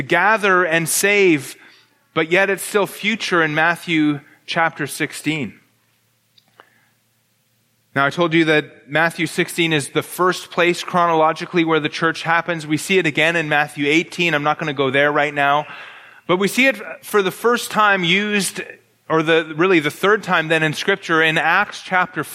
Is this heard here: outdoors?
no